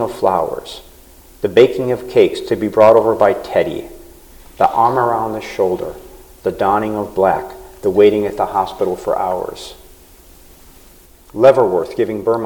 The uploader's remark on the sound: taped live at the Unbound Book Festival in Columbia, Missouri